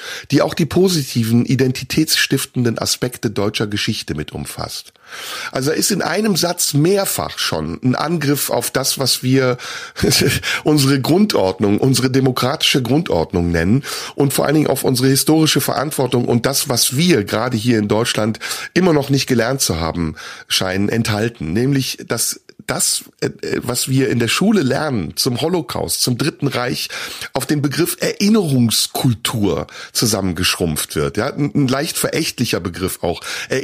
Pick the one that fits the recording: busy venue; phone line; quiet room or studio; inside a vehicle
quiet room or studio